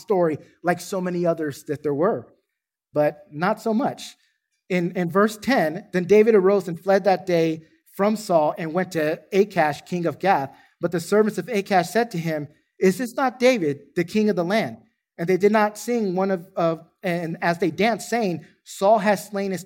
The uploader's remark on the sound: Recorded from South Gate Fellowship in Duncanville, TX on Sunday, April 3, 2022.